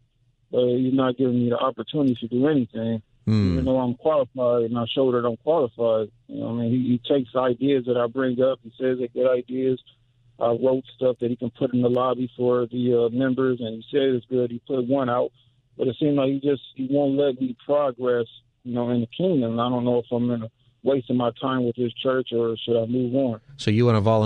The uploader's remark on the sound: takes your calls for Open Phone Friday